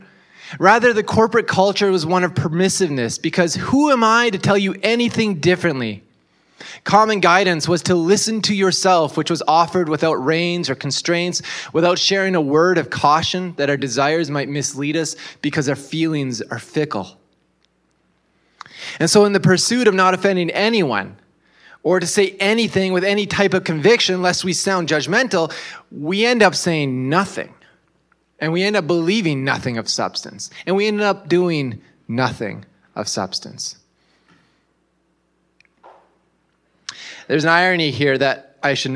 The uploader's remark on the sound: This was originally delivered at Grassroots Church on June 18, 2023.